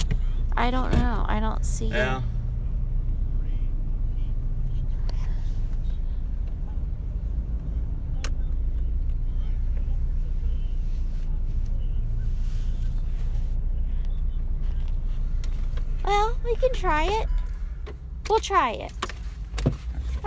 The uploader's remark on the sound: In the Car ramblings